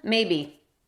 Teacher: Cuando es una sola palabra, el énfasis claramente está en la primera sílaba.